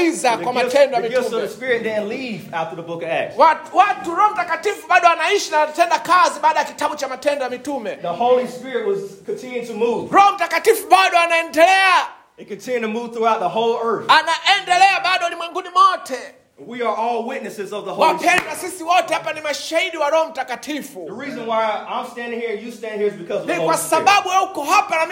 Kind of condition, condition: setting, large echoing room